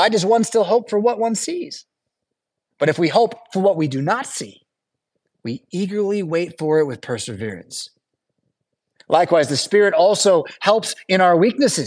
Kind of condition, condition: setting, large echoing room